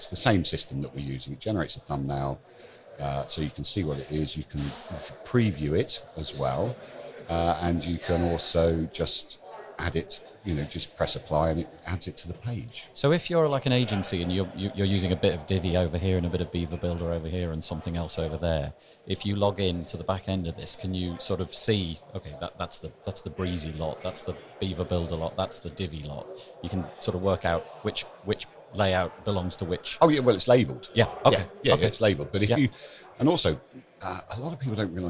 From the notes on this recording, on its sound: WordCamp Europe Live interview. My task was to find a place to record interviews with some of the 3,000 attendees. The chats were impromptu and recorded in one take. We made all of the recordings in one of the main thoroughfares at the event, and at times there were hundreds of people milling about in the background. You’re going to hear our guests as well as the hum of the interactions taking place around us.